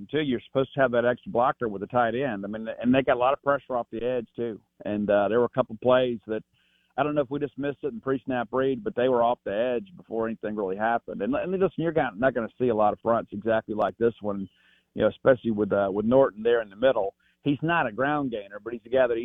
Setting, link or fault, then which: link, phone line